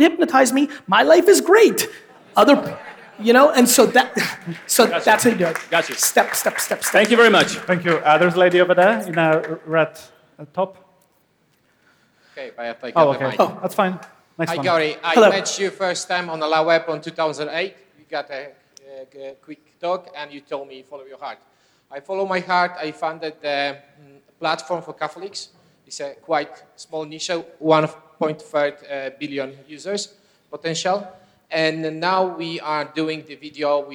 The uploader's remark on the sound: KEYNOTE IN WARSAW. This was an all-time keynote in Poland, full of a massive Q&A section.